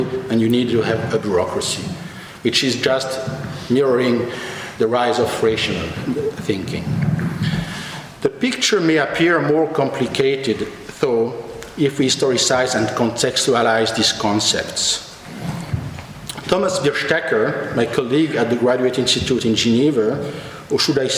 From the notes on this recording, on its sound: Annual Elizabeth Colson Lecture 2012. Recorded on 6 June 2012 at the University Museum of Natural History, Oxford.